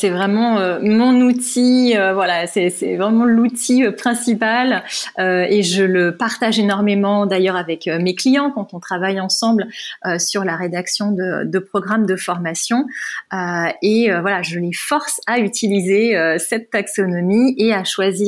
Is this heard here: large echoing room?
no